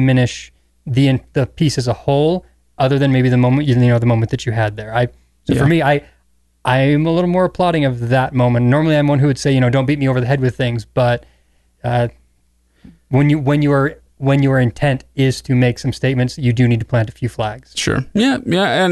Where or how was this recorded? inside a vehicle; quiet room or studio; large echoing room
quiet room or studio